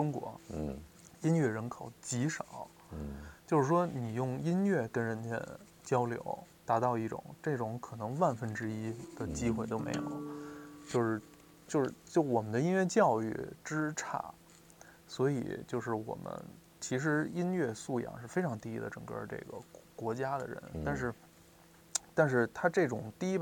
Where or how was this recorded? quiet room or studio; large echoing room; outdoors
outdoors